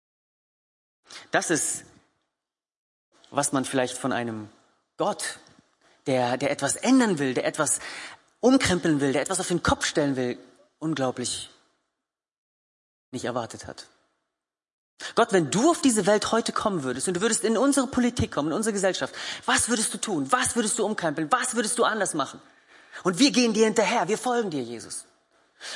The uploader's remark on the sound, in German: Gottesdienst der Kirche für Bonn